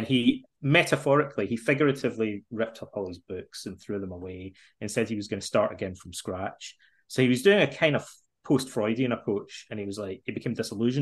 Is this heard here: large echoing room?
no